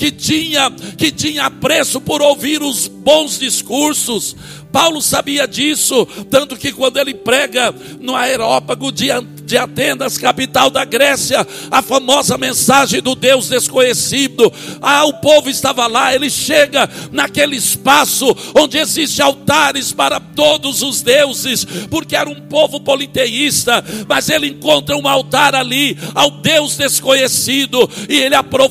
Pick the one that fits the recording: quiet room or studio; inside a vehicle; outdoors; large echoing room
large echoing room